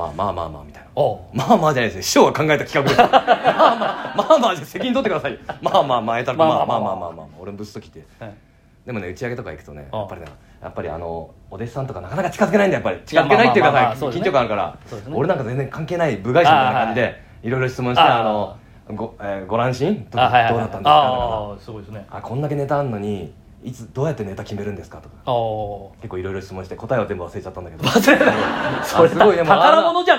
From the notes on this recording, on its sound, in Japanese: 公開収録4大須の話。